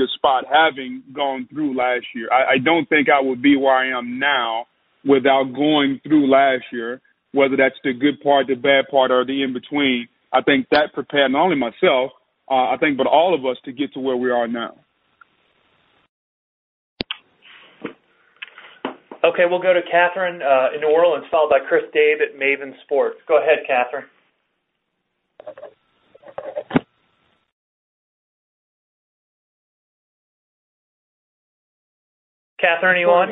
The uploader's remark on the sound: MNF Conference Call